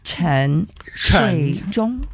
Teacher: 沉睡中三个字呢都是翘舌音